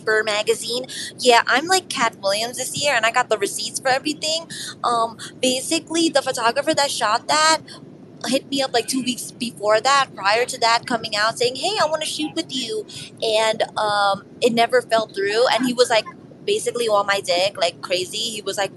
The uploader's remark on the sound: Takes the mic during mid-flight, thousands of feet in the air.